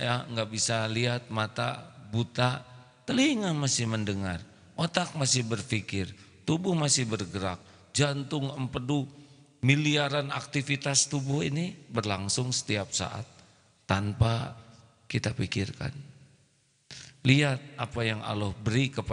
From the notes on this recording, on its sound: LIVE dari Masjid Daarut Tauhiid Bandung